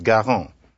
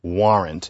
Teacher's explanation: often where standard French has a G, like in garant, this Norman French has a W, as in warrant